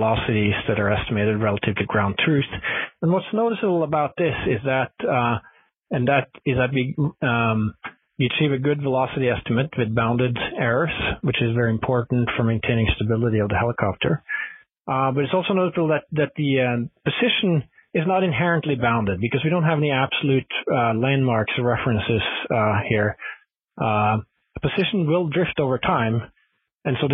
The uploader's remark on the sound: Future in Space Operation teleconference.